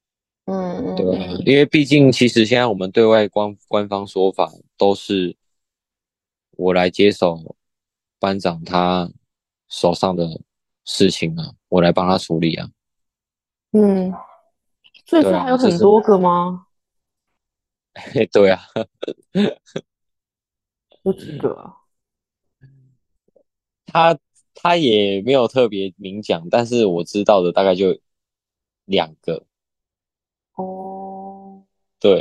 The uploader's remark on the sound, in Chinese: 第一次遠端錄音